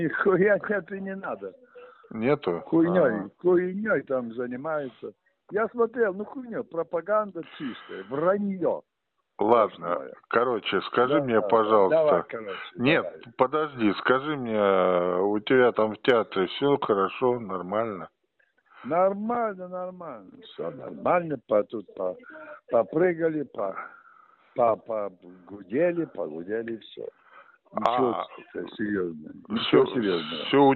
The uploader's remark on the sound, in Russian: Телефонный разговор с режиссёром и худруком Театра Вахтангова.